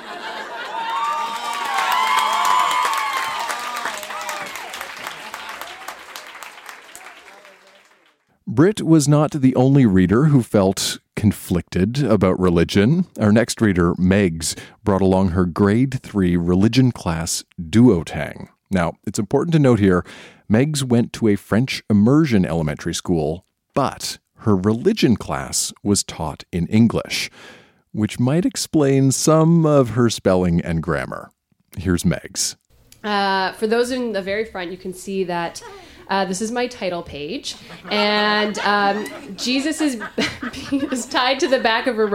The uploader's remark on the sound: Recorded live at La Vitrola in Montreal, QC.